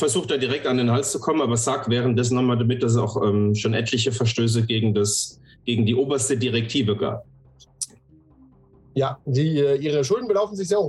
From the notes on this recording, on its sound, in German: Entschuldigung: Unser Zoom hat versagt und der Ton ist in dieser Folge suboptimal.